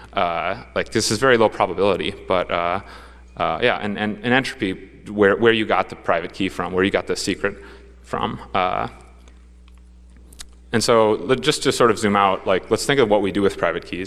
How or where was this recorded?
live audience